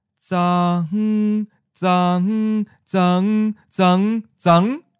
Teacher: So when these two syllables merge into one syllable, you can see how something like a mid-flat seventh tone merging with a high-flat first tone becomes a mid-rising ninth tone